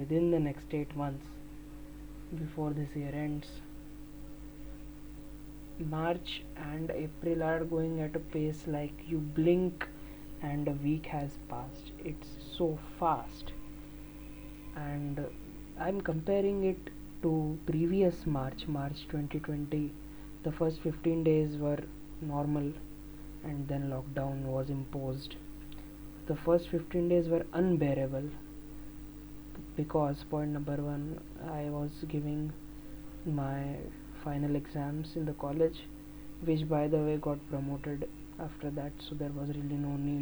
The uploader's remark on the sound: Sorry for the miserable extra background audios.